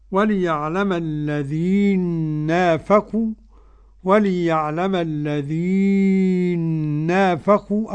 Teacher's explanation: بإدغام المثلين النون في النون